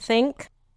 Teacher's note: il s'agit d'un son qui se situe entre le S et le F français.